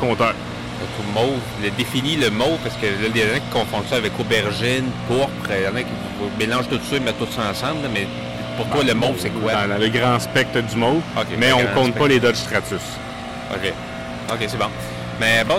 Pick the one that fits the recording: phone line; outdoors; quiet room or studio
outdoors